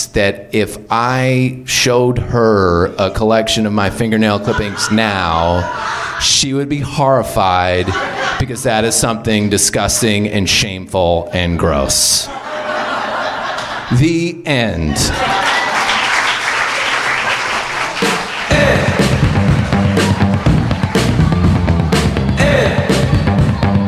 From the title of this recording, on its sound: Live From LA Storytelling Fest